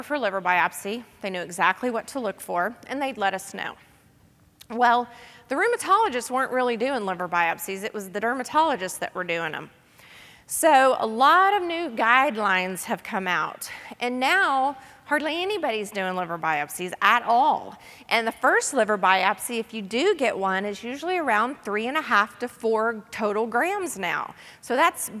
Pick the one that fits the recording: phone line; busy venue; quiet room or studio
busy venue